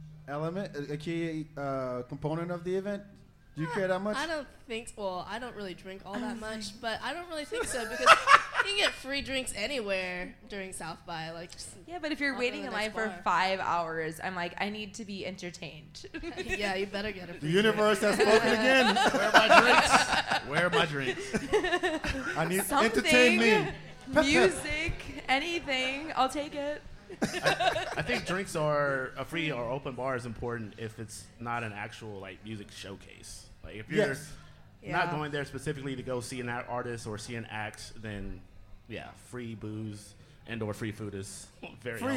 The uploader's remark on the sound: 4th Annual SXSW Preview Live From Collide ATX.